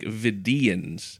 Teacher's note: Or I feel like the emphasis is more, it's like Vidians. The emphasis is more on that second syllable.